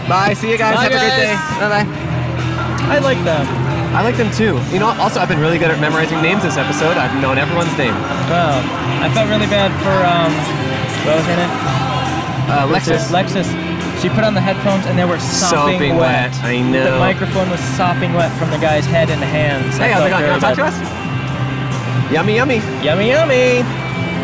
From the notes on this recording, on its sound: Recorded at the Fremont Street Experience in Downtown Las Vegas, Nevada.